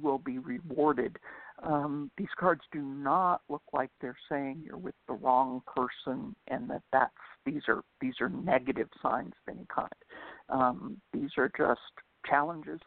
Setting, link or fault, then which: link, phone line